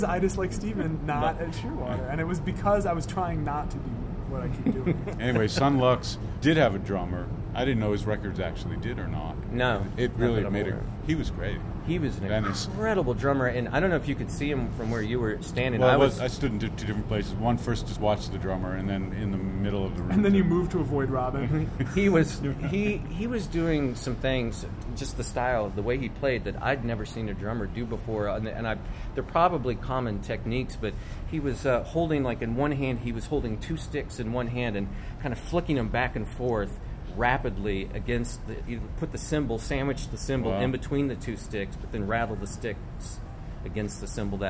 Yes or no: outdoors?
yes